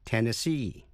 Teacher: nhấn mạnh vào vần cuối